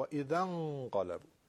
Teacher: همزه وسطش رو نمیخونیم، همزه وصله